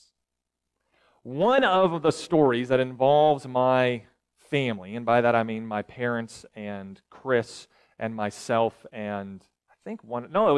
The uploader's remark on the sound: recorded July 8, 2023, at Ringgold Seventh-day Adventist Church